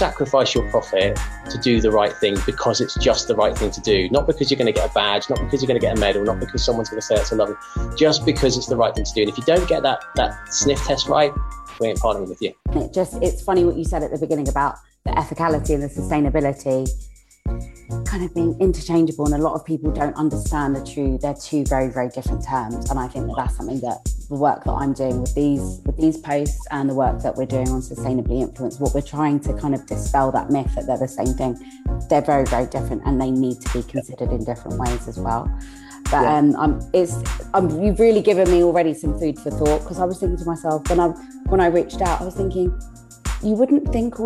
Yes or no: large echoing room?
no